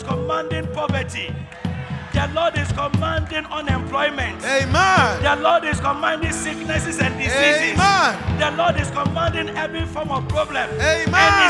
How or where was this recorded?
large echoing room